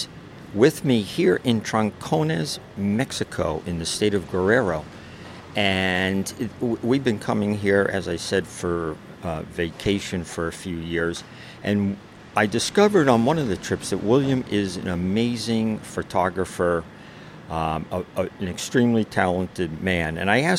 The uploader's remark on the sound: interview on location by the sea